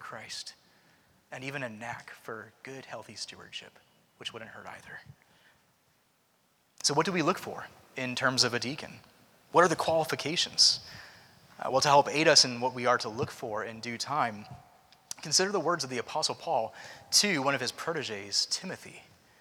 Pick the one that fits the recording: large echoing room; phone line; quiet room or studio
large echoing room